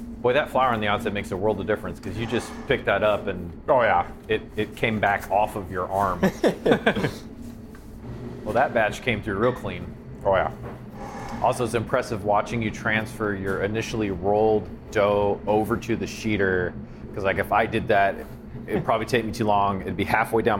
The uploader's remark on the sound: We took the mics to Square Donut located at 15825 W Maple in Omaha